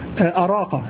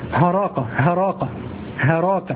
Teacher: قالوا هذا شاذ، أن الهمزة قلبت هاء، هذا شاذ